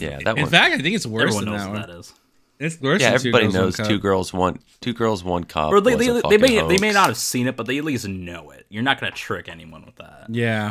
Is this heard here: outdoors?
no